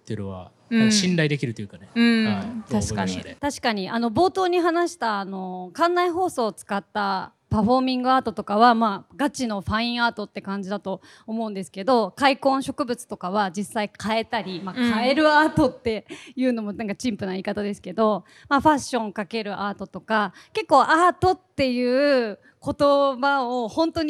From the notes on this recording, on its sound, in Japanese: 今回は番外編として、渋谷PARCOで公開収録したエピソードを前後編にわたってお届けします。渋谷PARCOでは、館内のギャラリーやショップのあちこちでアートにまつわるクリエイションを展開する「SHIBUYA PARCO ART WEEK 2023」を9月15日〜9月24日まで開催。